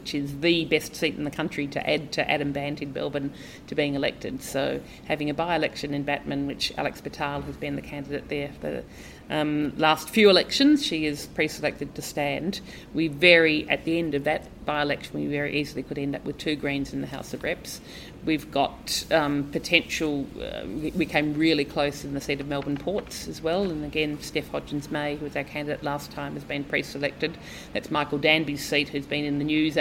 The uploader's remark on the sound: At the Better Together conference in Melbourne in January.